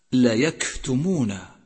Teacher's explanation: صفة الهمس عند حرف الكاف، لا يكتمون، حيث يجري النفس عند نطقه